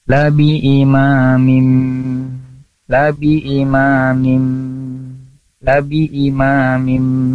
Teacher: tanwin bertemu dengan huruf mim, maka hukumnya adalah idgom bigunna. Jadi enggak cuma sekedar idgom aja, tapi harus ada gunahnya. Jangan sampai labi ima mim mu, tapi harus ditahan dulu.